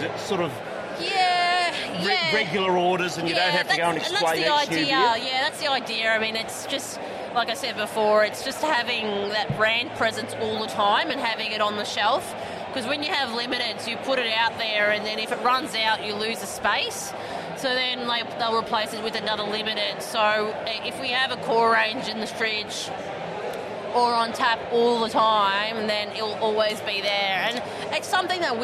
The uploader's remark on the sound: interviews from the Williamstown Beer and Cider Festival